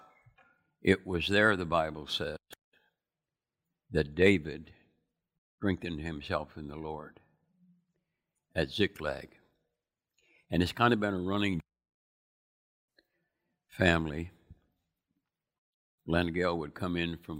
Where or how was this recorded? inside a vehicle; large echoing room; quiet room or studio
large echoing room